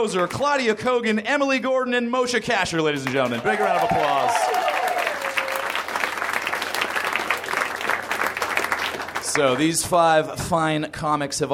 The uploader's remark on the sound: Recorded at the Nerdmelt Theater, June 5, 2012.